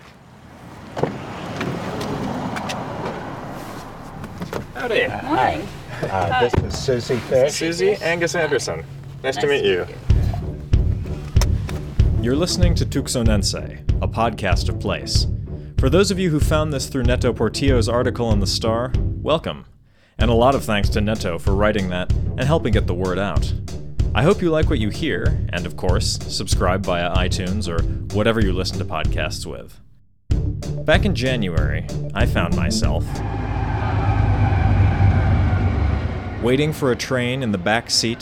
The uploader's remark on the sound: They agreed to show me around one of their dig sites. This episode is the heavily-edited result of three hours of walking around the Marana Platform Mound site.